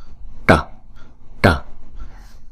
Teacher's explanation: Chữ này là chữ T á, mà có dấu chấm ở dưới đó, là chúng ta uốn cong lưỡi lại và búng ra